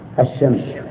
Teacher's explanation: فتجد أن ألف الشمس مدغمة بالشين، لا يصح أن تقول الشمس الشمس.